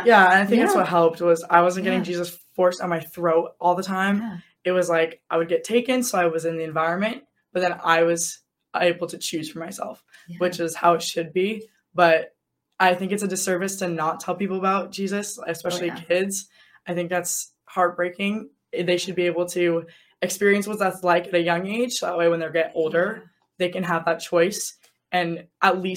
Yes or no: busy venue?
no